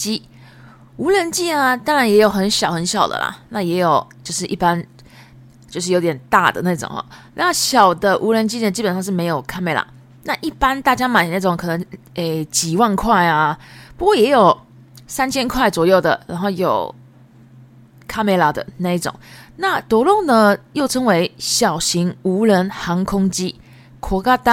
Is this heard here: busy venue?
no